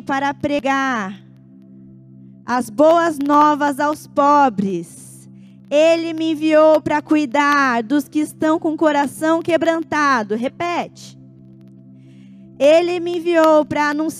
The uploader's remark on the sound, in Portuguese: Em nosso Culto de Noite de Glória. Dia 29/10/2021 na Igreja ABA Curitiba (Transmitido ao vivo).